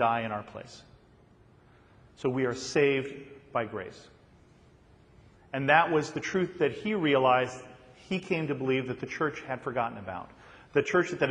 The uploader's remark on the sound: a sermon that I recently preached at my home church